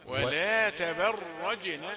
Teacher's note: جيم شديدة وساكنة ومقلقلة